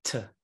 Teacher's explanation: he's pronouncing TH as T